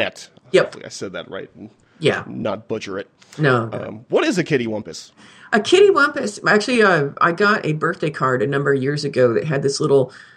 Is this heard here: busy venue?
no